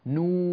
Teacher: الأنف لا يعمل في الواو المدية، الأنف لا يعمل، ثم يدخل الأنف بالغنة، الأنف يعمل الآن نو، لاحظتم عندما عمل الأنف ظهر صوته في الخيشوم، نو والقلم بهذه الطريقة.